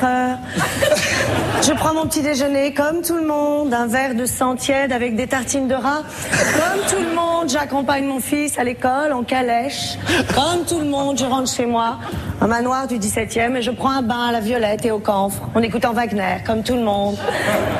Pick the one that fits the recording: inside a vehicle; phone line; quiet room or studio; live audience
live audience